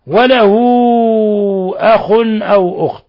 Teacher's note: هذه صلة كبرى تعامل معاملة المد المنفصل فتمد من 4 إلى 5 حركات . وله أخ أو تنوين ضم جاء بعده الهمزة إظهار حلقي.